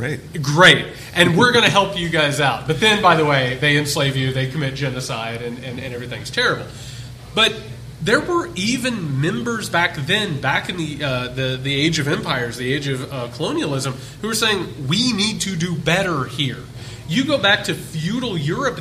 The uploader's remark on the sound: A Live Discussion. Appeared at a book signing at Changing Hands Book Store in Phoenix, Arizona. Answer questions from the audience.